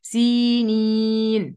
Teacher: خلوا بالكم من الياء دي لأن في ناس كتير بتغفل عنها فتقول إيه، سنين، وطور سنين، هي ليست سنين ولكن سينين، في ياء بعد السين